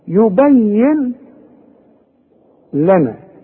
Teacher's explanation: عندي نون بعدها لام، يبين لنا، هنلغي النون. يبين لنا ادغام كامل.